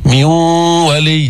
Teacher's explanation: ويومئذ يفرح، ويومئذ يفرح ميون ولي، هالأمثلة مع الواو، ميون ولي، أدغمنا النون في الواو، ذهبت النون بقيت الغنة، إدغام غير كامل، فينا نسميه ناقص، ميون ولي.